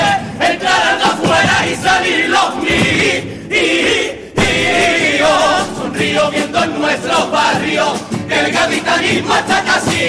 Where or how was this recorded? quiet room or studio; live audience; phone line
live audience